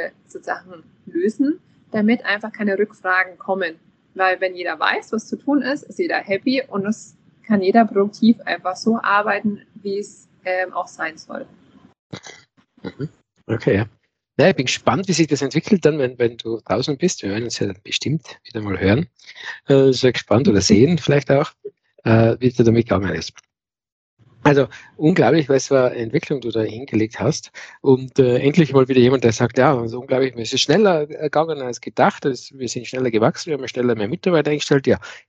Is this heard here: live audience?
no